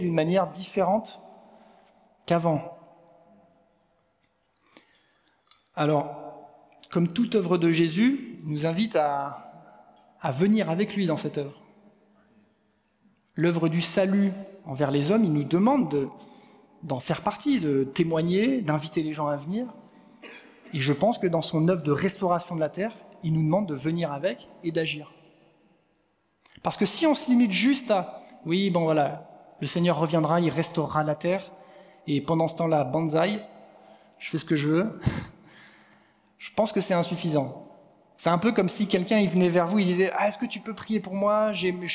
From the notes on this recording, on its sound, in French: Enregistré à l'église CVV, le 06/11/2022